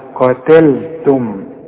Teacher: أرجوك رق اللام بتاعت قتلتم